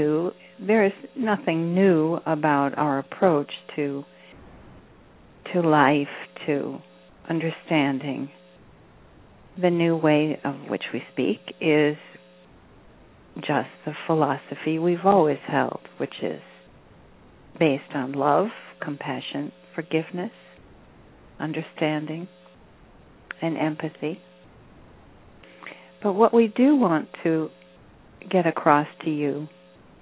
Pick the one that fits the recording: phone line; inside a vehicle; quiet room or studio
phone line